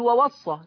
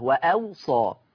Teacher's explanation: بهمزة مفتوحة بين الواوين مع تخفيف الصاد، ما بقتش مشددة · Shown in: second take